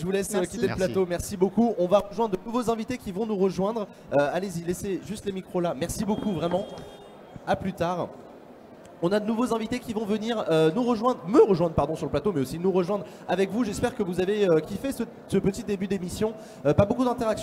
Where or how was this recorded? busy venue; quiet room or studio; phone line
busy venue